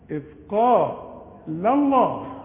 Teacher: اللام الأولى ترقق الثانية مفخمة